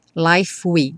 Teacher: Já junta o F do life com within.